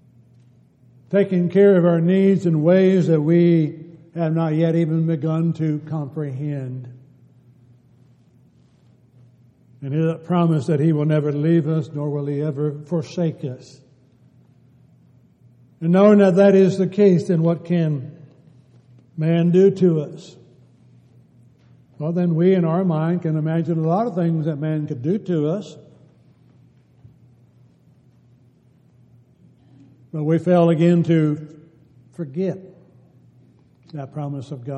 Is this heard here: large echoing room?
yes